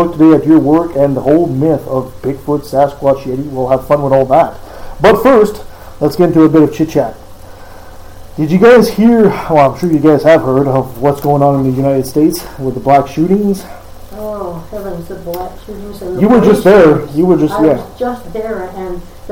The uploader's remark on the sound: we had some mic issues, audio is less than optimal